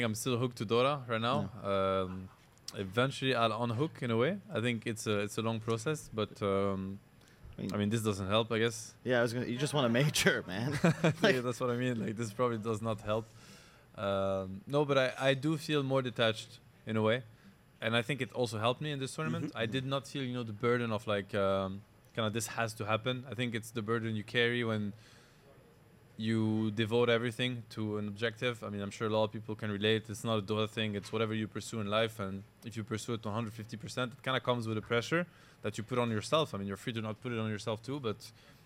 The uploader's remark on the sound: Live from Stockholm Major. The 3rd and final day of our Live Show comes to an end.